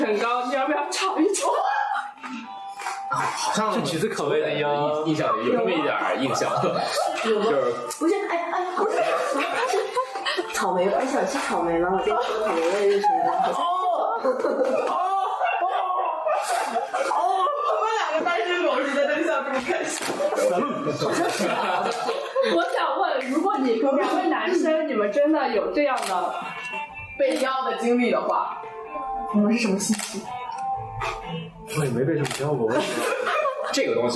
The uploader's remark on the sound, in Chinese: 由于不可抗力，播客后20分钟音质偏差，经过日天的努力抢救，仍然存在部分杂音。